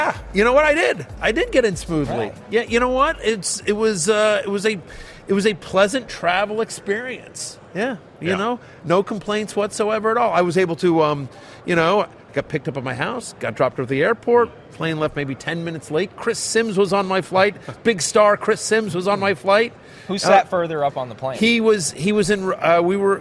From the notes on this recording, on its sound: Live from Radio Row in Las Vegas